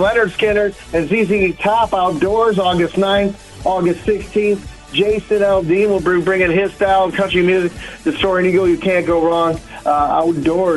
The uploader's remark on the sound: we took your calls throughout the show